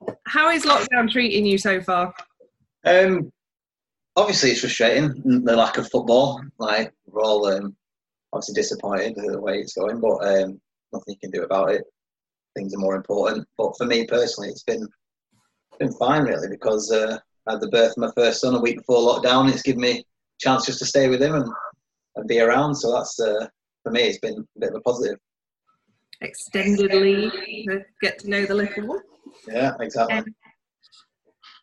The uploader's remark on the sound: Zoom special. In a live video chat.